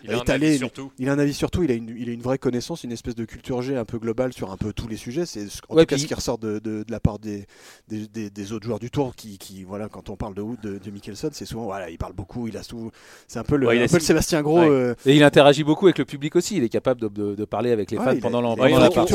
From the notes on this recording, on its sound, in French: joint par téléphone